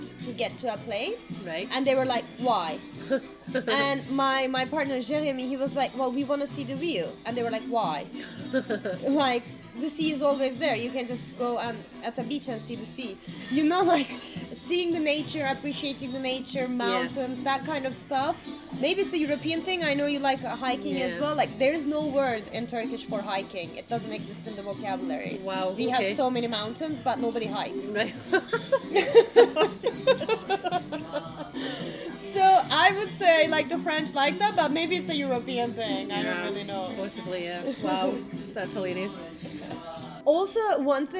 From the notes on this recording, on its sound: We recorded this episode on 17 February 2024, at Paradis du Fruit. We recorded this episode on 17 February 2024, at Paradis du Fruit.